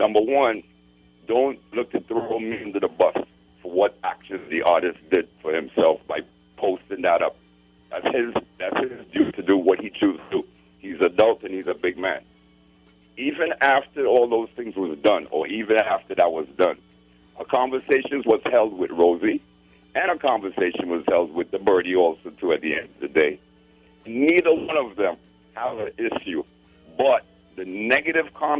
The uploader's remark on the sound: we take more calls from the audience